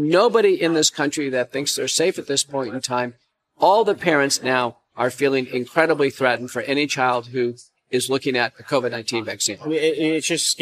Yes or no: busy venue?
yes